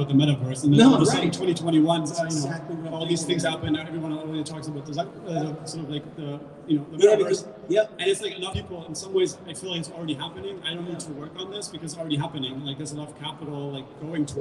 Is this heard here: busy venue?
yes